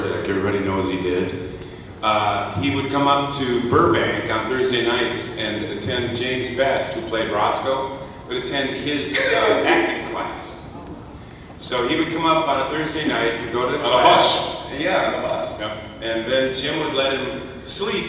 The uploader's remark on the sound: Today I want to share some special non-Disney audio that I recorded at the Kansas City Comic Convention in 2016. I was very privilaged to sit up close in a panel.